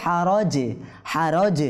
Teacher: যেহেতু এই জিমটা কলকলার বর্ণ, যেহেতু আমরা সাকিন করেছি প্রতিধ্বনি হয়েছে